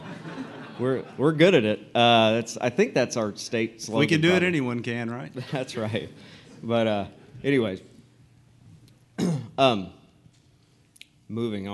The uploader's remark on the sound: Host this episode in front of a live "studio" audience, where they interview attendees of the annual Master Management Conference hosted by White Commercial Corporation.